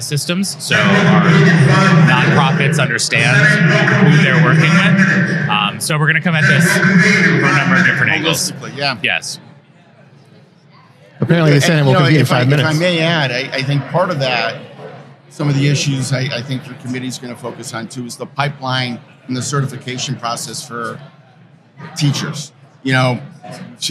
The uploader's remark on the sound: Live from the State Capitol